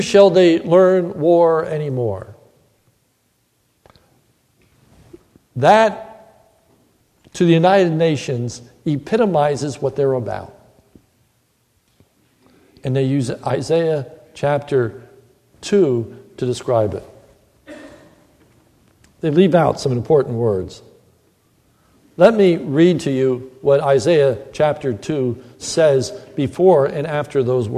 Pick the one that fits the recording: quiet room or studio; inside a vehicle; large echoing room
large echoing room